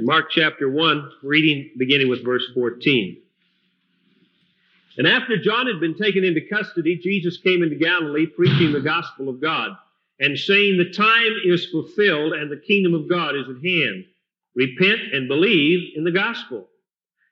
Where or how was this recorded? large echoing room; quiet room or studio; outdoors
large echoing room